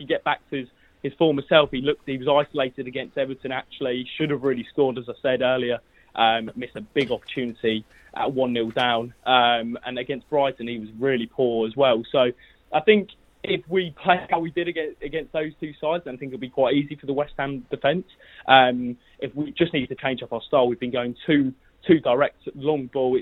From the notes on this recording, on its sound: They were also joined on the phones